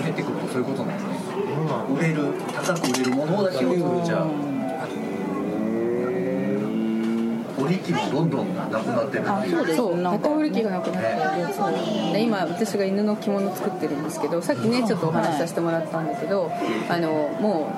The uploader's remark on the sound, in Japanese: かつ吉ランチ。店内BGMなどのノイズがガッツリです。お聞き苦しいかもしれませんがご容赦下さい。